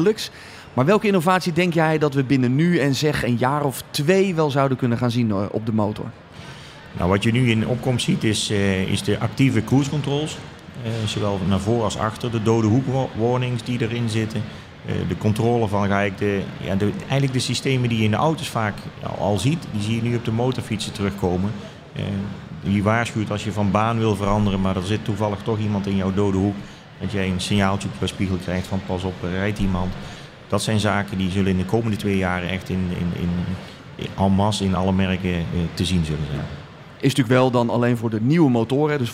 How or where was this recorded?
busy venue